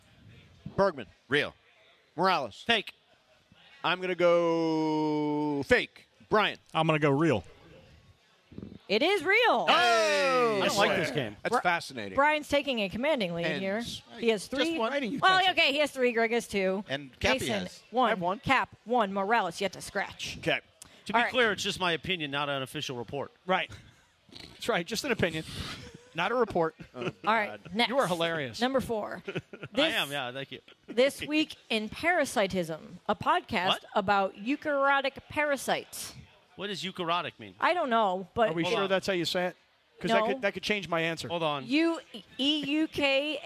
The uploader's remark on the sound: LIVE From The 909 Sports Bar at Yaamava!